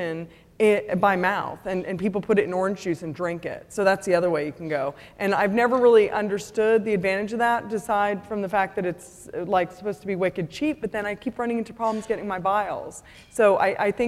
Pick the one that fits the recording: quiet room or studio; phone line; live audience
live audience